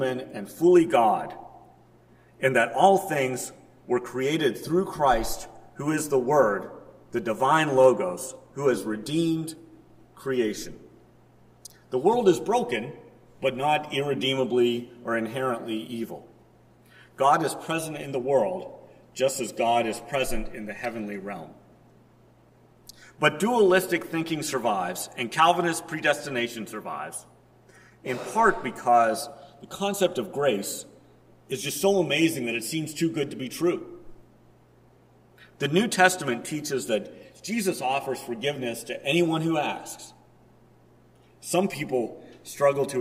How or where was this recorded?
large echoing room